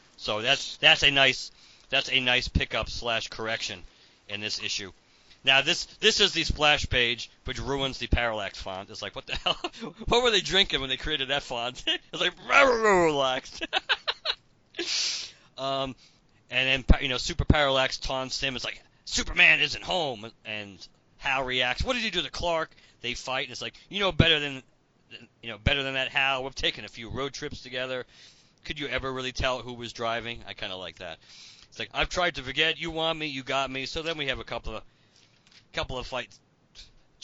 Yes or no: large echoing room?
no